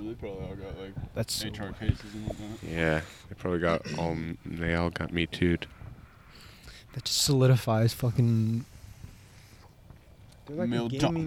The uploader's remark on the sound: some shit audio cuz we did the pod outside